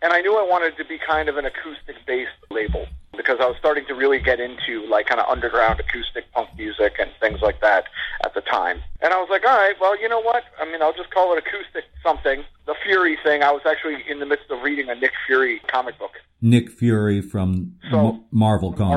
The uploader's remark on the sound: The show's first ever phone interview.